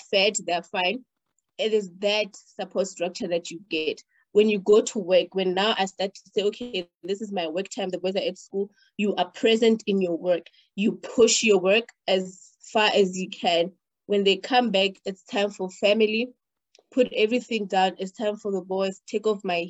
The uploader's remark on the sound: The series is webcast via Zoom